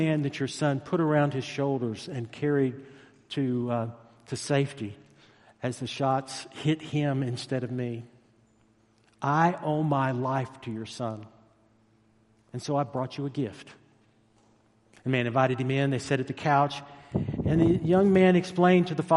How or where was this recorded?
large echoing room